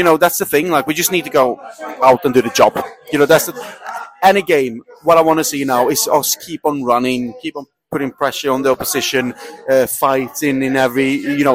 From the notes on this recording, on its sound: live in The Lion Tavern